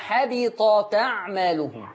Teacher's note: لا عارفة يعني إيه النقل ؟ هتشيلي الهمزة وتاخدي الفتحة اللي على الهمزة تحطيها على التاء